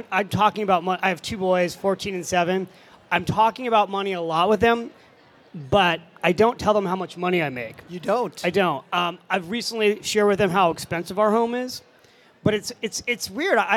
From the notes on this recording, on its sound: Live From FinCon '17. A few lucky listeners in our live audience.